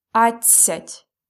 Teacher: But we pronounce it really fast, that's why we don't hear D. It's адцять.